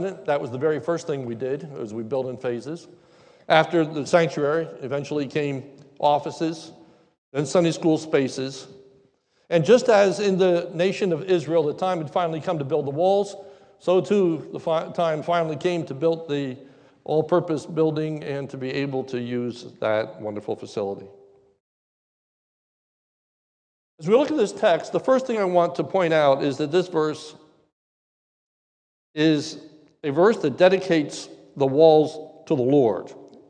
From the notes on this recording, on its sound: This is the message that was preached during our New Building Dedication Service on 10/24/2021 during our morning service.